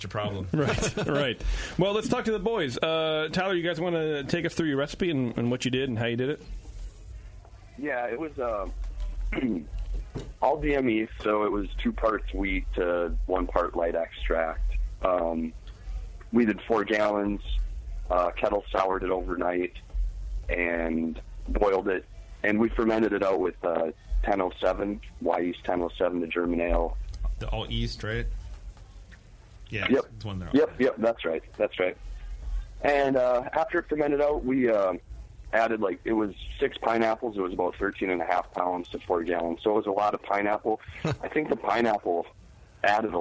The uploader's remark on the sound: joins us on the phone